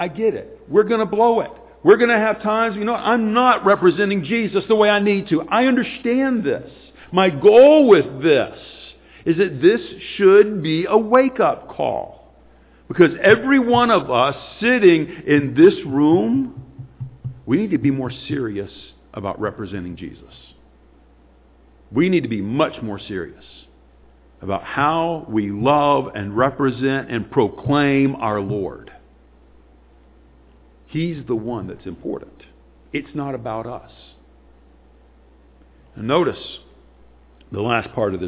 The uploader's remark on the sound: Sunday morning sermon